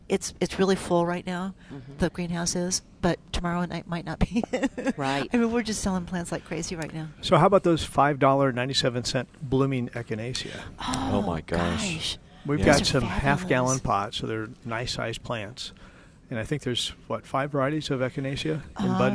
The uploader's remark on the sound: live from Prairie Gardens